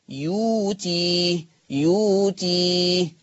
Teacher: الحركة اللي فوق الياء، الياء عليها ضمة، فمجانس للضمة الواو المادية، ولذلك أبدلت الهمزة الساكنة بواو مادية · Term: الإبدال